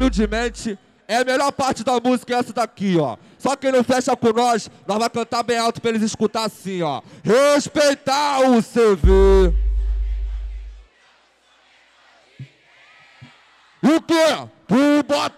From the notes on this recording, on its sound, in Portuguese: SHOW AO VIVO